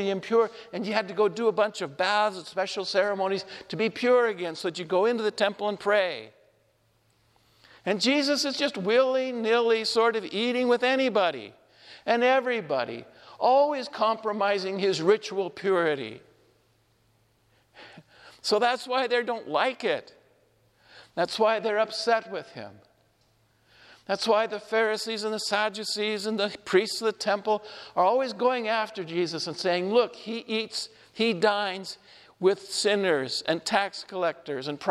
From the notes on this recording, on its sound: This homily was shared at Our Lady of Fatima Church in Spokane, Washington